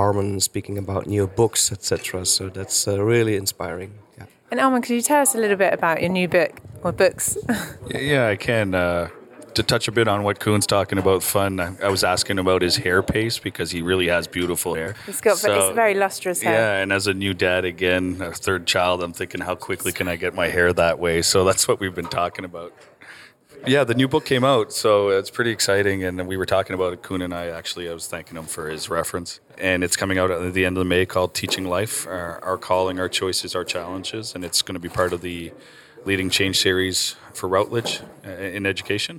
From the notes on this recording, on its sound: This episode was recorded at this year's GESF.